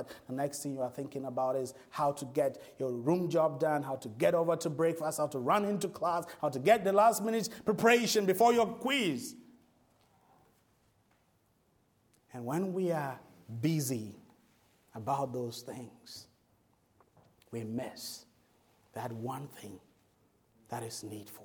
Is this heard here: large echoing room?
yes